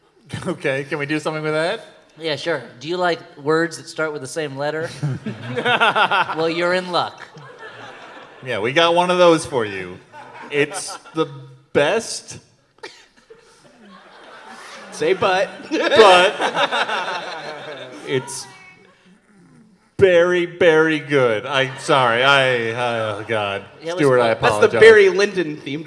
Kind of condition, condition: setting, live audience